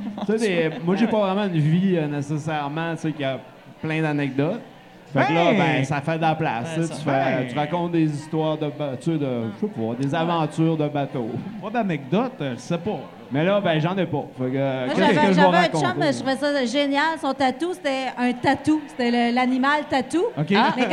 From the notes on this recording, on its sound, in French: Enregistrés au Lion Bleu dans le cadre du Festival d'humour d'Alma.